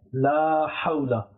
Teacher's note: So instead of saying La Hawla, people say La Hawla. The beginning La is longer. La, slightly longer.